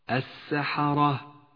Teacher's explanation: السحرة فخمت لأنها مفتوحة، وقد رمزها مصحف التجويد باللون الأزرق الغامق إشارة إلى تفخيمها. · Term: الراء المفخمة